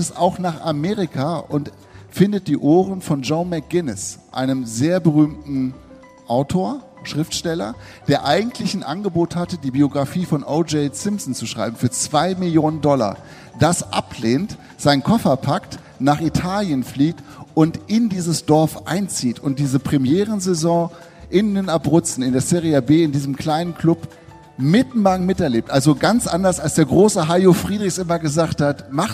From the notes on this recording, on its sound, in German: Live aus Köln-Ehrenfeld.